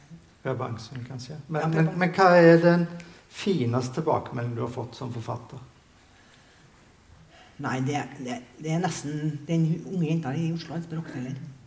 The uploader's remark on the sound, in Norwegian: Innspilt i kinosal 1 i Sølvberget bibliotek og kulturhus i september 2023.